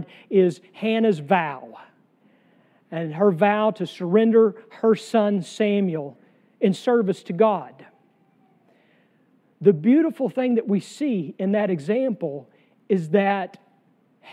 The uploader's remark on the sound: sermon from our worship service on July 2, 2023